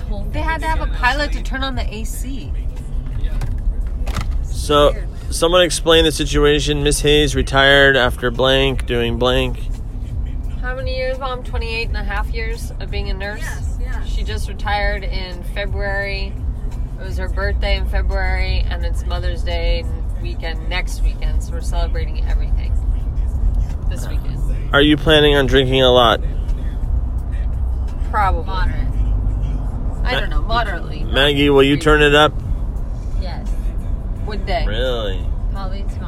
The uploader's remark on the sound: On way to Carmel. Family in the car.